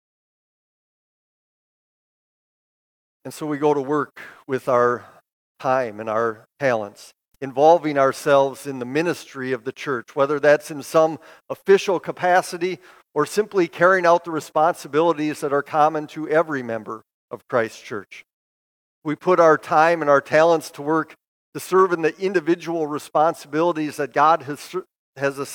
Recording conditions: large echoing room